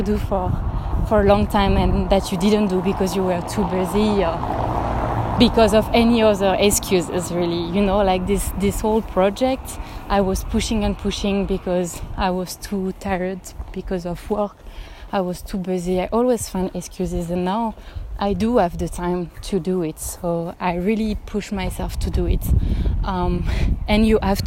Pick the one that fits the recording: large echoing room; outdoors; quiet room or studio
outdoors